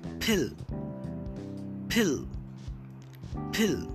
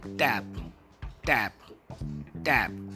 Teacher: When you say p, p, extra puff of air releases from your mouth.